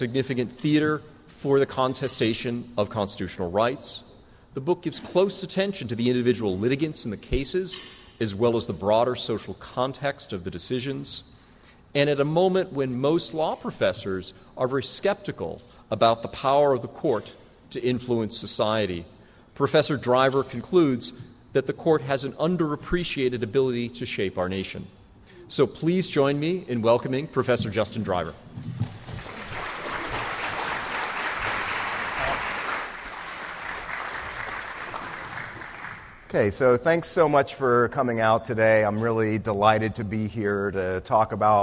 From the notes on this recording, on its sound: This talk was recorded on October 4, 2018, as part of the Law School's annual First Monday lecture series.